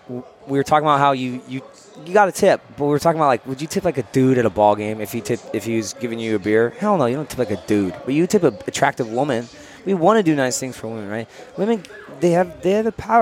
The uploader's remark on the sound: Live from Lucky Baldwin’s Pub